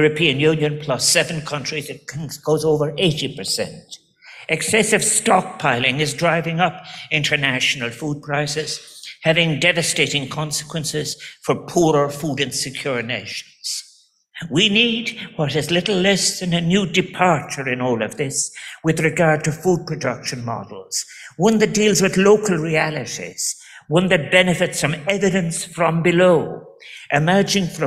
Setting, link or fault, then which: setting, live audience